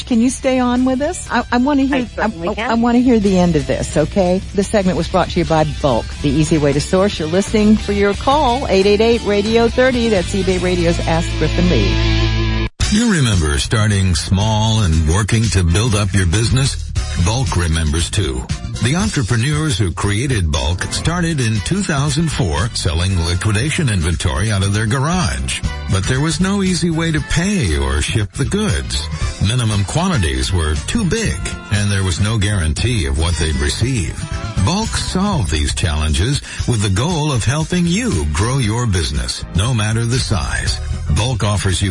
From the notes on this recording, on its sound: Chicago IL. Called.